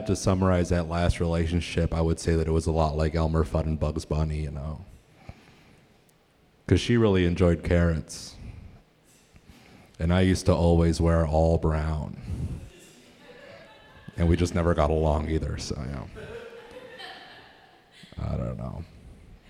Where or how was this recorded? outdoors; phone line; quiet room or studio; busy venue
busy venue